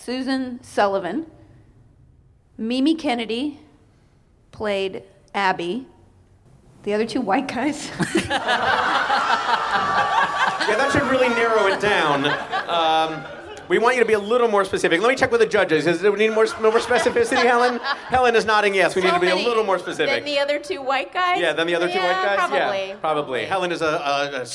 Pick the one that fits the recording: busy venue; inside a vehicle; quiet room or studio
busy venue